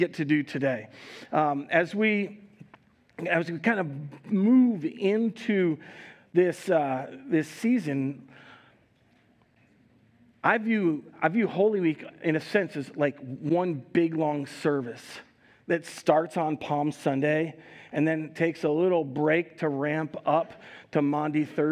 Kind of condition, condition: setting, large echoing room